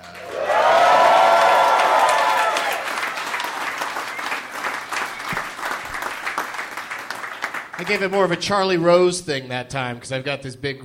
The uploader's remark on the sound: live from the Helium Comedy Club in Philadelphia